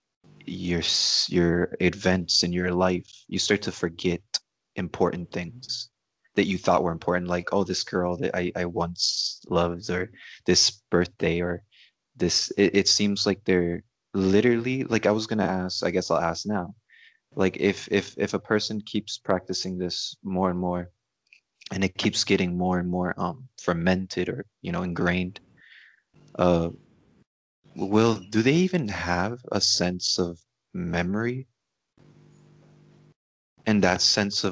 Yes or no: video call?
yes